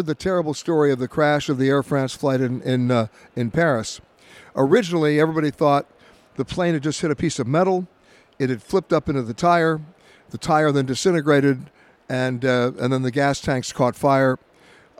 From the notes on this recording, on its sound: from Dulles International Airport in Washington, DC.